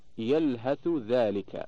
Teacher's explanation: إدغام الثاء في الذال